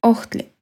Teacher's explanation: В науатле часто используется апостроф, который ближе всего можно передать очень слабым «х» на выдохе